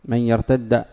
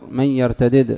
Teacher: وقرأ الباقون بالإدغام، وهو لغة غير الحجازيين من بني تميم وغيرهم · Shown in: first take